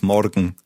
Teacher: in Bavaria you tend to roll the R